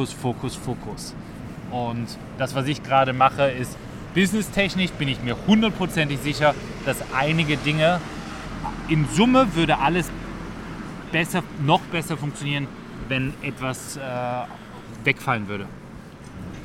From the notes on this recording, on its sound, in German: Genau dort haben wir auch diese Podcast-Episode aufgenommen und sind dabei durch die belebten Straßen spaziert. Wundert euch also nicht, dass es manchmal ziemlich laut ist.